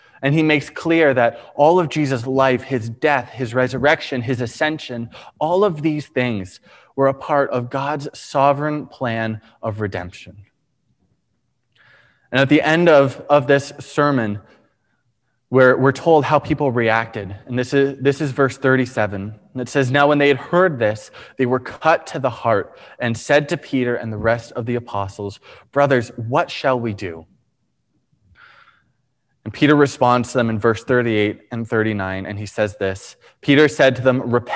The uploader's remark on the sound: Preached on May 23, 2021 at Liberty Grace Church